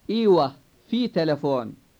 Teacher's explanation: In this case, the tone of the word fi will fall rather than rise, because it is in a statement, not in a question.